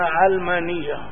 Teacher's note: الواقع أن كثيرا من الناس ومعظمهم من شمال أفريقيا، من الجزائر، المغرب، تونس، ليبيا، ينطقون بها علمانية، يعني نوع من التنطع في الواقع، يتنطعون بها وينطقون بها بفتح العين